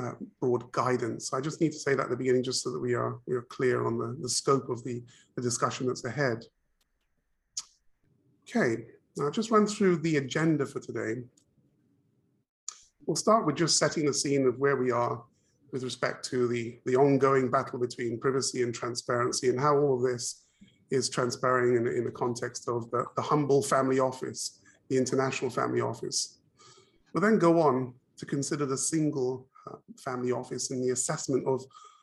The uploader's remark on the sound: Webinar audio recording dated 2 March 2022.